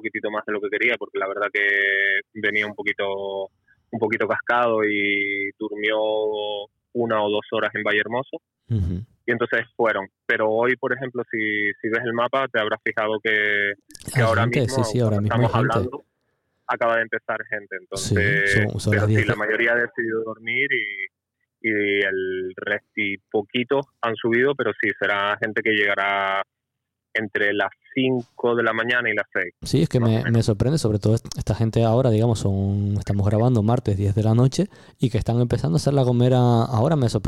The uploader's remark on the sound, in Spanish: hablamos por teléfono con ellos